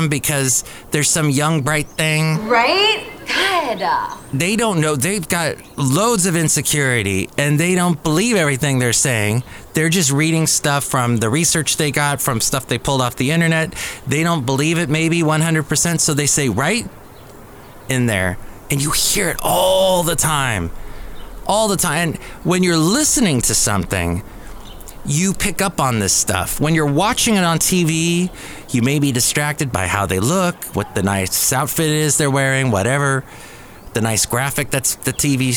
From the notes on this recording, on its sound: podcasts live from Cafe Anyway